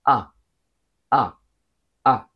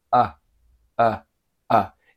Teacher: In British English, it's fairly open and bright. · Shown in: first take